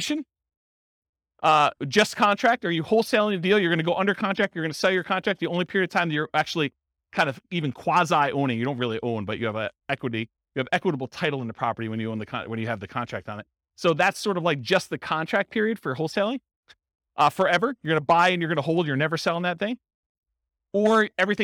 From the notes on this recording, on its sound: This was a live class recorded